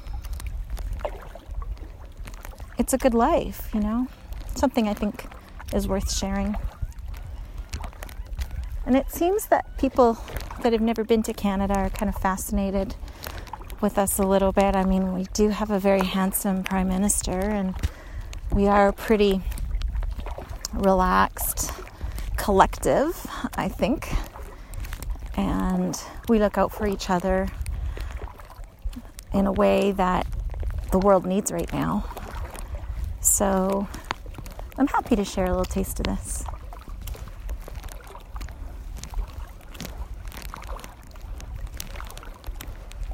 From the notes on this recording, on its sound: stuck her phone into her lifejacket and chatted away while paddling across a pristine lake in the Canadian woodlands